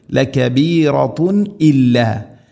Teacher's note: ഇ തൻവീനു ശേഷം ഹംസ, ഇദ്ഹാർ, വെളിവാക്കി ഉച്ചരിക്കണം, അവിടെ മണിക്കരുത്